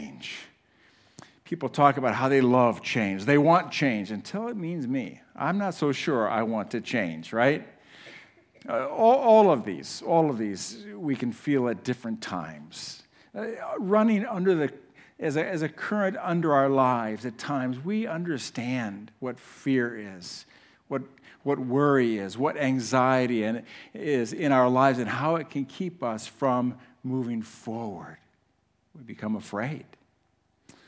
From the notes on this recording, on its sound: 2023 Christmas Eve service at The Chapel Port Clinton campus